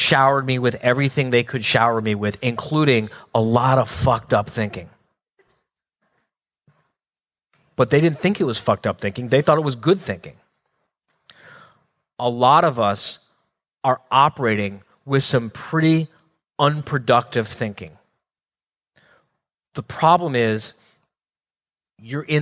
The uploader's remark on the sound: Live Quarterly Meeting in October 2017